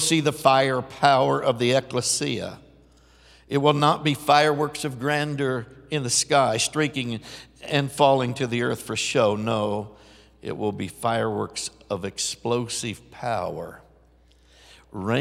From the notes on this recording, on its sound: Recorded live at The Hub.